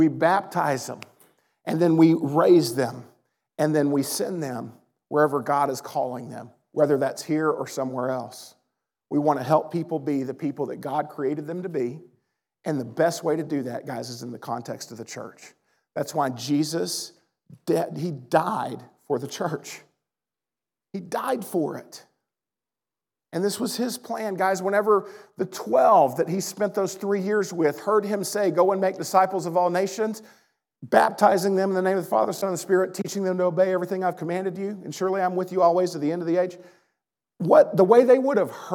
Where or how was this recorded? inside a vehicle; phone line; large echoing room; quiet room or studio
large echoing room